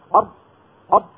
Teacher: إذا ما تركنا للهواء منفذ بسيط يمر منه سوف تكون الراء مثل حروف أجر قط بكى، سوف تكون راء شديدة أر أر، وإذا ضغطنا الجادي أر ينزل اللسان غصبا عنه ويرتعب طرفه ويصير إيه حرف متكرر.